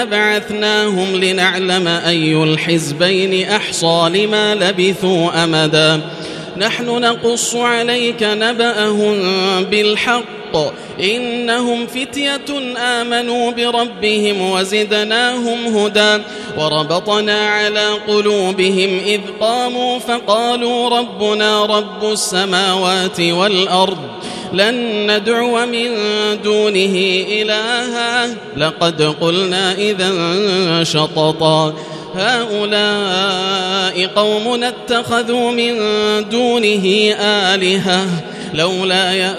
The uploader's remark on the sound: This is Live Recitation from Masjid ul-Haram in Al-Makkah Al-Mukarramah, 1440 H.